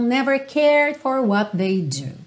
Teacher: Muito provavelmente você não vai ouvir o D do cared, ok? Porque já tá fechando ali, já enrolou a língua, já vai fechar a boca.